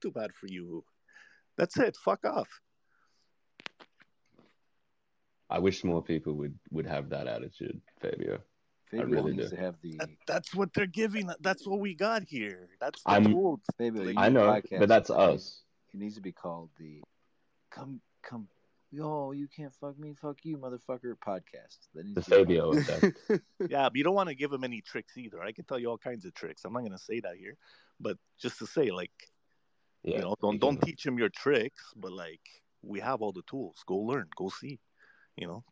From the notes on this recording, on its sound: This is an unedited recording of our Twitter Spaces.